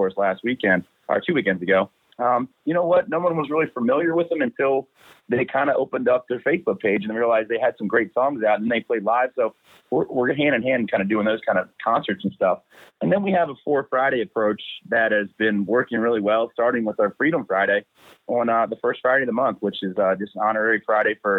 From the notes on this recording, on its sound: for a quick phone call